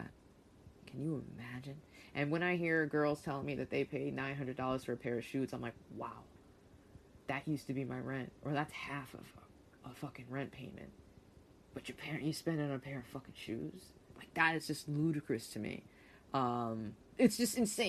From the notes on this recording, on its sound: Sorry ahead of time for the background noise during this episode, I always forget to turn stuff off!